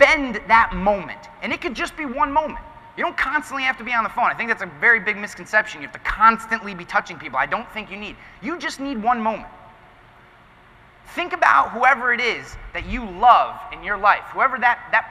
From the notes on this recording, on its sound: This podcast episode is a live recording of my keynote presentation at the One City World Tour event